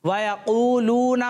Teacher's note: इसलिए हमने हरकात को बगैर खींचे बगैर झटका दिए पढ़ना है। नून के ऊपर जबर है इसलिए हम नून को लंबा नहीं करेंगे यानी इसको खींच कर नहीं पढ़ेंगे